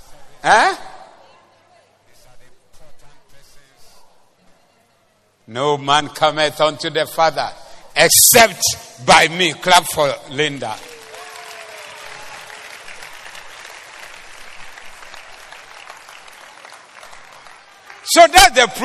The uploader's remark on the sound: Preached at the Zeloo Service 17092023